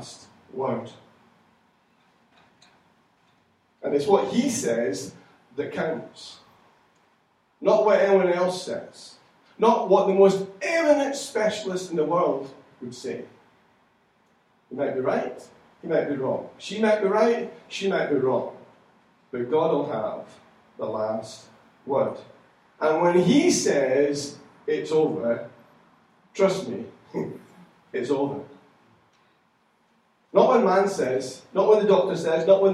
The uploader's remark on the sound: Recorded at freedomcentre church, Preston on Sunday 5th July 2015